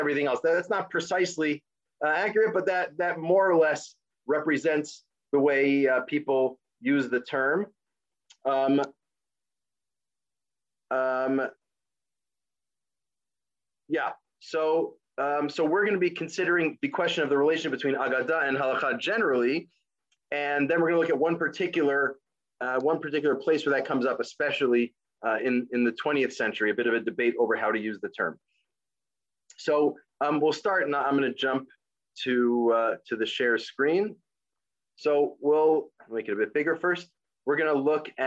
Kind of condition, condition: link, video call